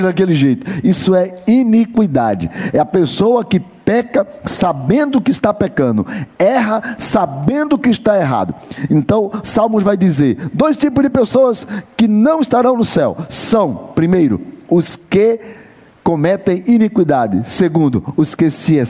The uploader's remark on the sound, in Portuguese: MENSAGEM GRAVADA NO CULTO ON LINE DA IGREJA CANAÃ RECIFE NA TARDE DO DOMINGO, DIA 26 DE ABRIL DE 2020.